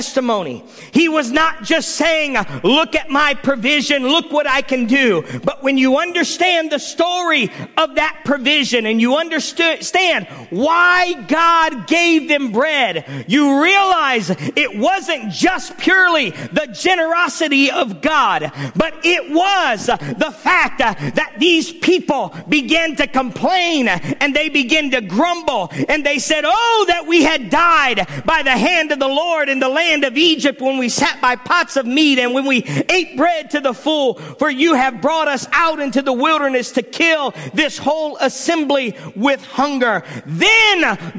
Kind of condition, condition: setting, large echoing room